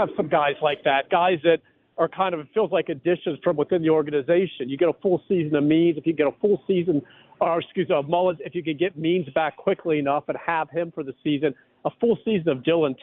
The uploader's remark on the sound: Calls in live from Sarasota.